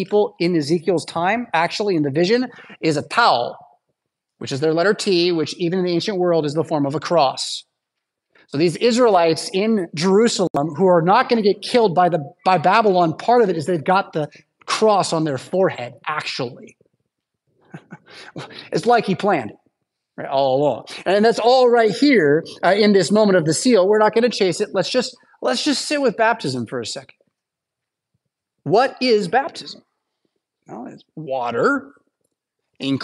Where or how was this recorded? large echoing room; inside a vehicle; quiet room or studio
large echoing room